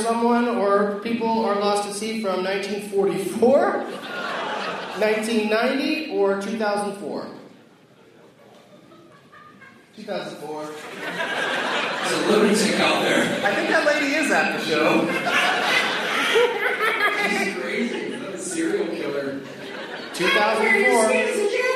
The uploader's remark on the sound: against audience members at Arts Quest in Bethlehem, PA